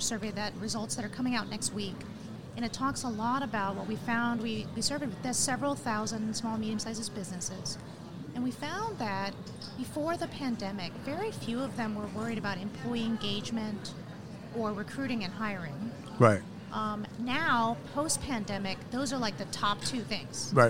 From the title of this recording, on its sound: Live from SHRM 2022